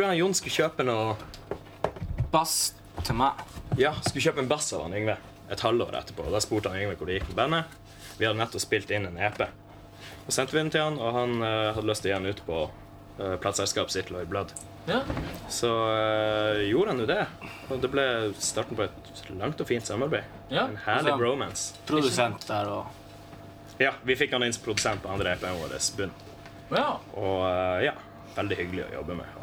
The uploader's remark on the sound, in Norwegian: Backstage på Meieriet